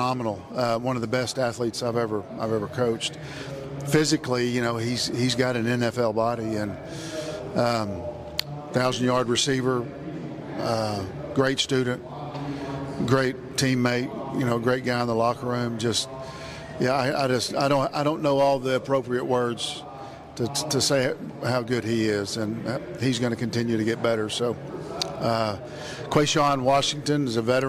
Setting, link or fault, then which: setting, busy venue